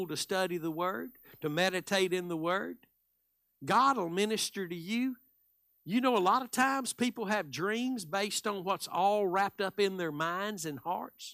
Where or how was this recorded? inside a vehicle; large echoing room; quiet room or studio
large echoing room